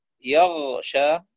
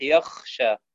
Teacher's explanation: وأيضا يبدل الغين خاء · Shown in: second take · يغشى تصبح يخشى يغشى مثلا، أحيانا يقلقلها المغضوب، وهذا أيضا لا يصلح، يجب الانتباه إلى ذلك.